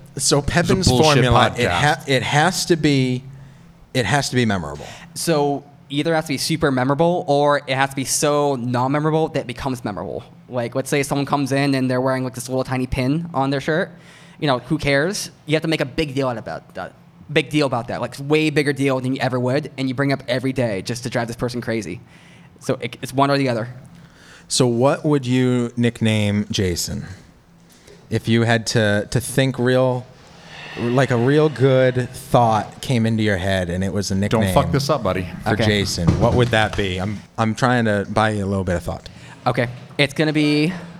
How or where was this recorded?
busy venue